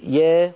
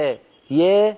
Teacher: الألفات لا تنفتح تماما بسبب ارتفاع وسط اللسان · Shown in: second take · بسبب العادة والإلف واللهجة العامية، بدل أن تقولي يا قولي يا يا ولا تتركي وسط اللسان، لا تتركي يرتفع هكذا، اتركي اللسان في الفم في ما يسميه العلماء وضع الراحة.